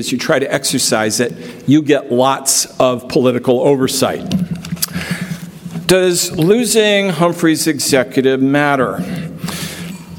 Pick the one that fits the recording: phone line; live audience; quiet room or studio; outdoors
live audience